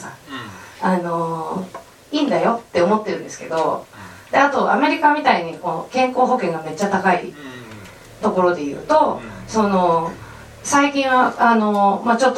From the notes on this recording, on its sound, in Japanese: 渋谷の書店「SPBS」で 行われた公開収録の模様を3回に分けてお送りします。